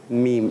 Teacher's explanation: دونوں ہونٹوں کے خشک حصے سے میم ادا ہوتا ہے